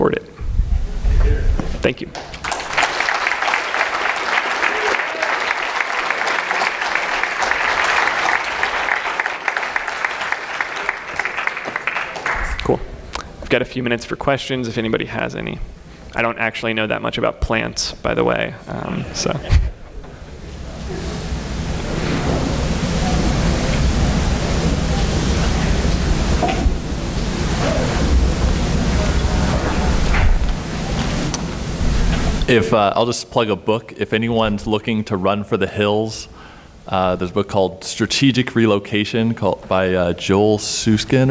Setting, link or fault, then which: setting, live audience